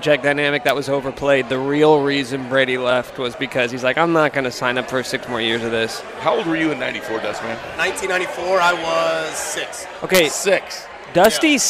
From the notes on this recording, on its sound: opens the show live from Cinder Block Brewery